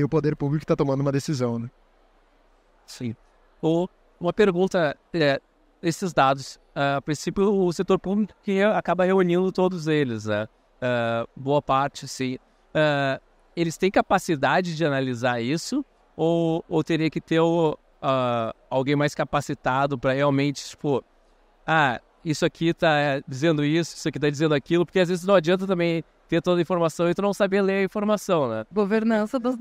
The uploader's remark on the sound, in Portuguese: O episódio de hoje foi gravado em abril de 2023, no Fórum da Liberdade.